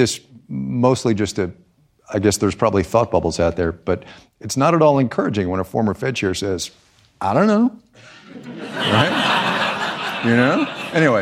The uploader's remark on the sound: Recorded live on stage at the George Washington University, sponsored by the Bipartisan Policy Center.